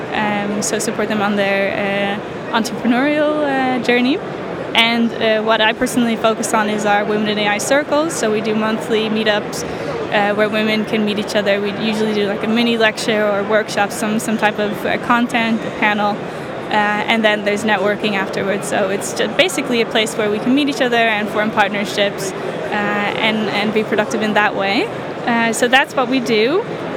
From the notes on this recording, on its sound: AI and Big Data Expo, Amsterdam. The third and final episode recorded at the AI and Big Data Expo. The event took place at the RAI in Amsterdam on 26th-27th September. We recorded a series of interviews from the Exfluency booth with a number of the speakers and attendees at the event.